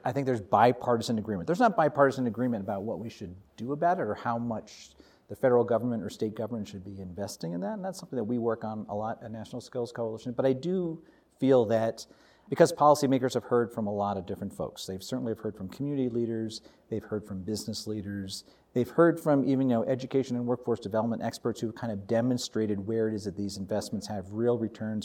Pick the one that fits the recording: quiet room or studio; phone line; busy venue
busy venue